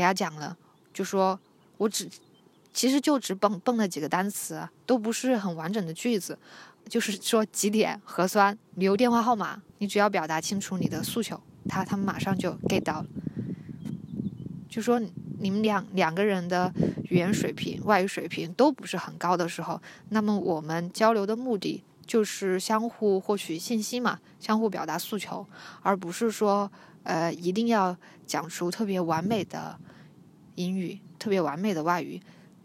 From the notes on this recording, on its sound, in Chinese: 户外活动：山坡草甸上。我拿着手机走到山坡，坐在草甸上录完了这一期。你会听到包含鸟叫声、风声的自然白噪音。